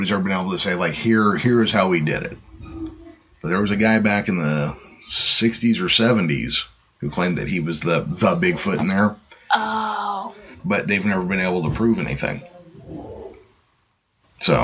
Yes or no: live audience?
no